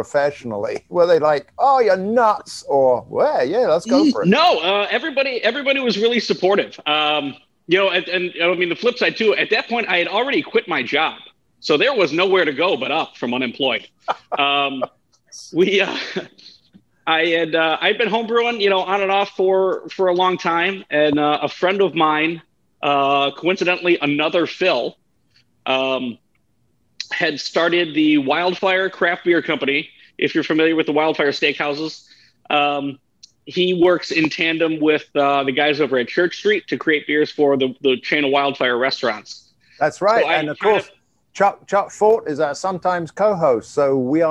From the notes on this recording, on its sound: recorded via Zoom